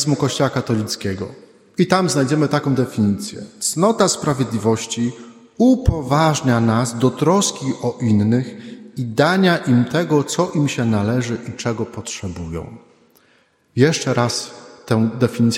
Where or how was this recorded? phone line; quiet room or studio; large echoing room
large echoing room